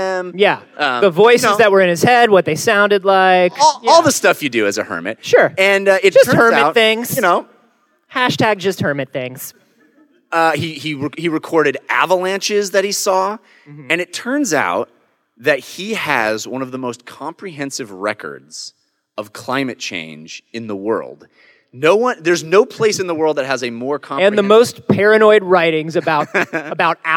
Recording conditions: busy venue